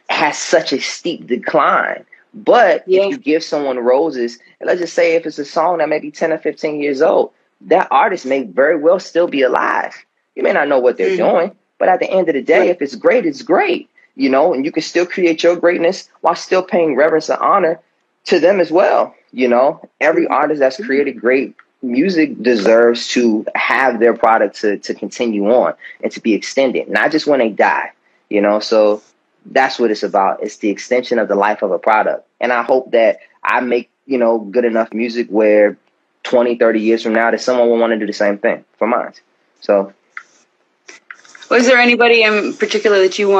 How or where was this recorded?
video call